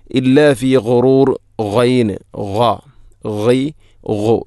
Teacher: ഗൈന്, ഗൈ ഗോ, തൊണ്ടയുടെ ഏറ്റവും മുകൾ ഭാഗം